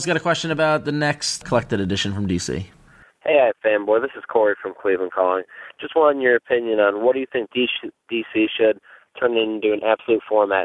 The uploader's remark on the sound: Dialing in from parts unknown (okay, it's Boston).